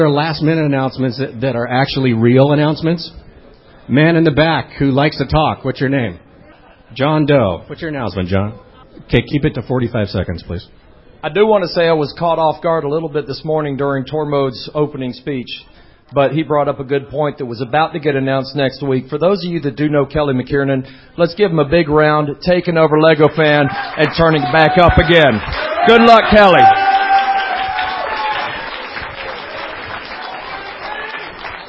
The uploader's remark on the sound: A complete recording of the awards show from BrickFest 2006. A complete recording of the awards show from BrickFest 2006... Well, almost complete...